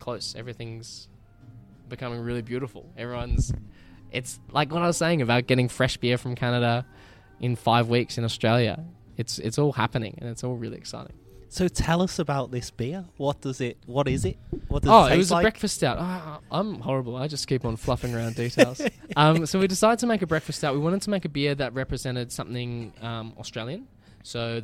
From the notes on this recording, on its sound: The episode was recorded at Mr West in Footscray.